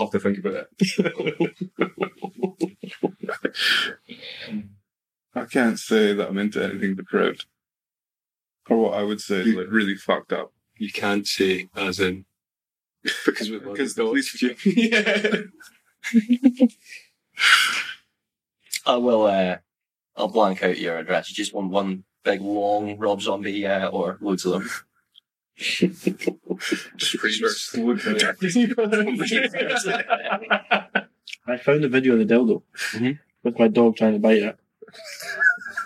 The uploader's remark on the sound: This episode has audio damage.